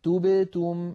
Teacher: لابد من ضم الشفتين عند التاءين وعدم ضمهما عند الباء الساكنة التي بينهما